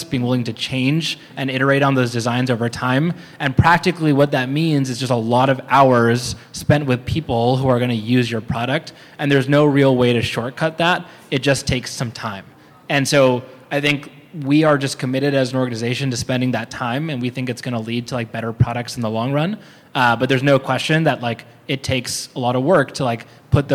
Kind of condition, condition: setting, busy venue